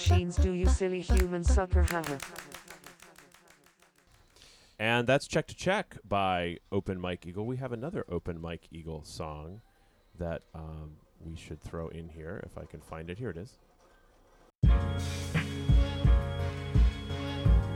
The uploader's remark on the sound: We recorded this show as-live at the XOXO festival in Portland! Thanks to Stream PDX for the studio.